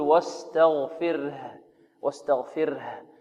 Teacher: الهاء رخوة مهموسة مستفلة منفتحة